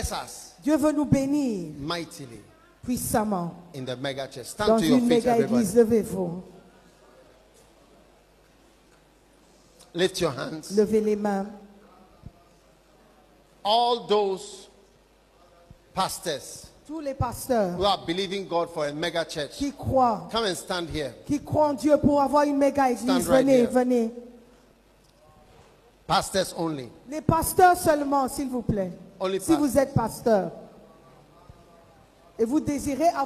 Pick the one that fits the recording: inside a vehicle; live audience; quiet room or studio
live audience